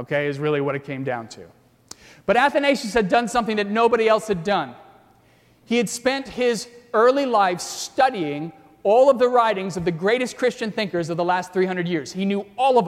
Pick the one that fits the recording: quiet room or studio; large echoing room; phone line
large echoing room